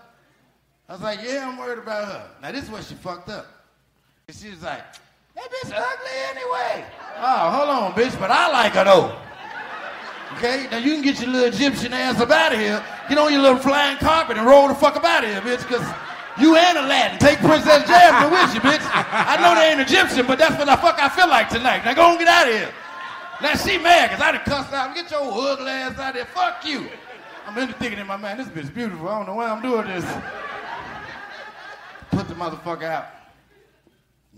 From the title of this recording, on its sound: LIVE In Birmingham!